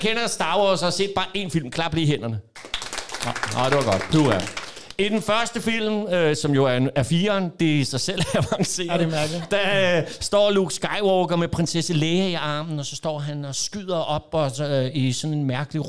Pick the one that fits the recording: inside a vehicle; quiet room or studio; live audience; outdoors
live audience